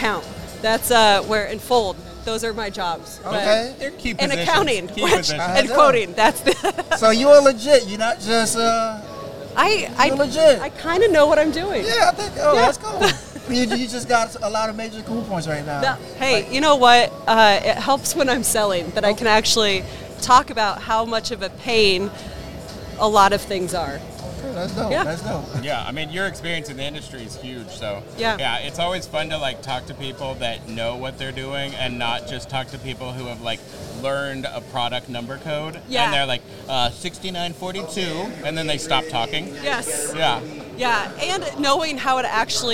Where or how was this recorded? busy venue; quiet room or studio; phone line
busy venue